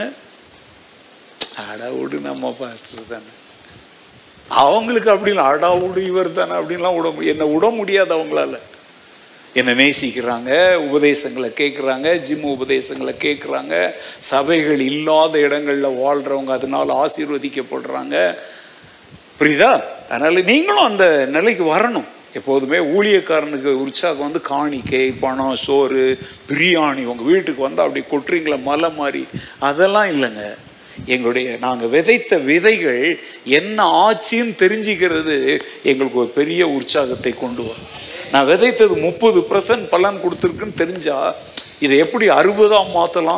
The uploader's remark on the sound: Sunday 2nd Service Sermon Live